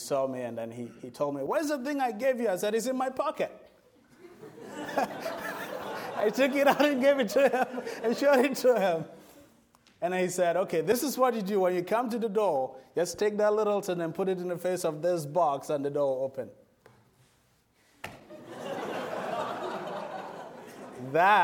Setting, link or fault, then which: setting, large echoing room